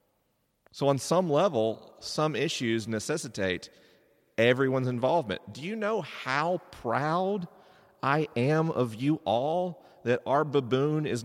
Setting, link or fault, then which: setting, large echoing room